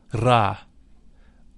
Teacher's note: The Ra is a deep sound. It should be vocalized with a rolling R, Ra.